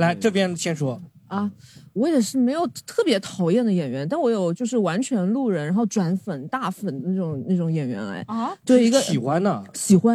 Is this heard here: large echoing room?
no